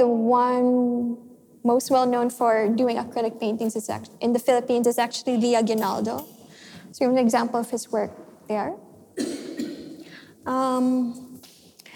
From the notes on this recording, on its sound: This session was recorded live in May 2018 at National Gallery Singapore .